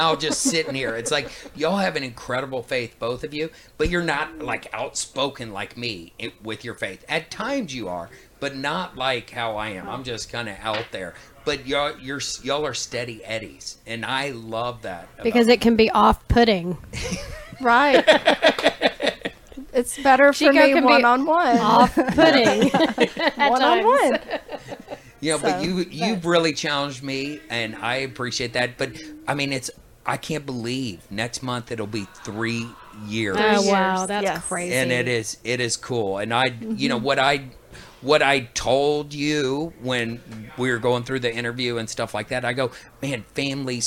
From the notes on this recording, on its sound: Live at Casa